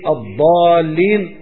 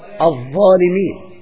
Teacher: هما في السمع صوت واحد، تقدرش تميز بين الضالين ولا الظالمين، الظالمين والضالين من جهة السماع، ولكنهما يختلفان مخرجا